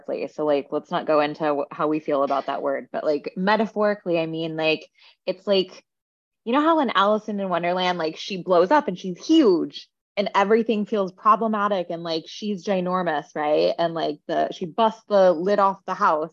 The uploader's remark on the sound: We were on a coaching call and I asked her if we could start recording this episode for you